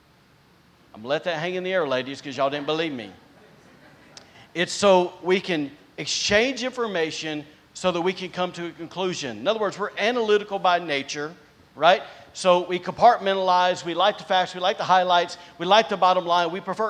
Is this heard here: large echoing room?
yes